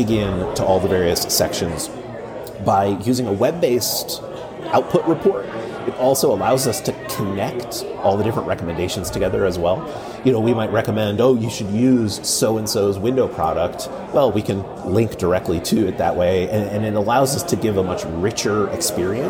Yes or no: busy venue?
yes